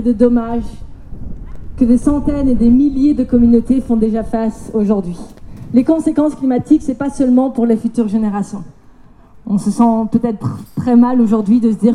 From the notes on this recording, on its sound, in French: que nous avons enregistrés lors de la manifestation devant la Commission européenne